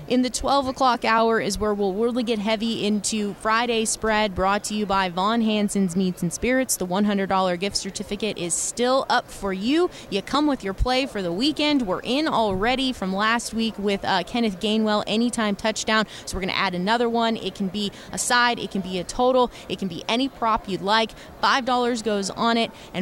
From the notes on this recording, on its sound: Extra Point live from Super Bowl Radio Row.